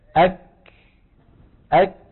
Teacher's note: العرب لم تقلقل الكاف والتاء لأن فيهما صفة الهمس تنوب مناب القلقلة في التخلص مما فيهما من شدة. شايف حبيبي لما منقول أك اسمع أك أك ملاحظ أك فبداية الكاف شديدة نهايتها مهموسة.